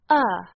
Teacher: At the center is the most common vowel sound of a. It is the most relaxed and natural vowel. It takes almost no effort of the tongue or the throat to create the sound.